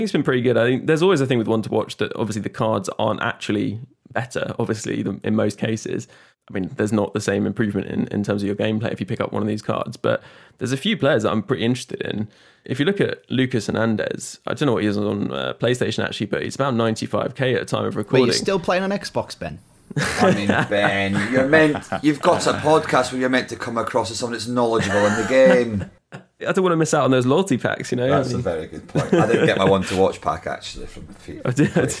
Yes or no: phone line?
no